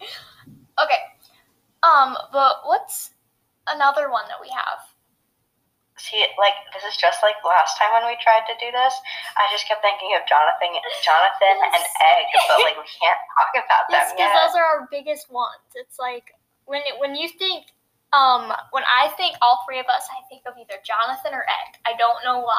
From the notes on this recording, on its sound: Sorry for the terrible audio the way we uploaded this was a bit weird.